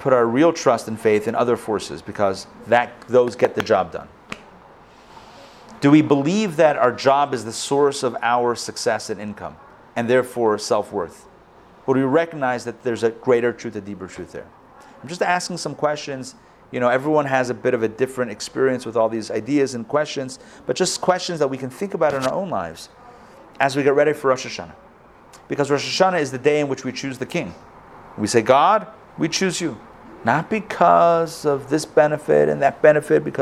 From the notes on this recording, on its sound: Recorded live at the Intown Jewish Academy on August 29, 2021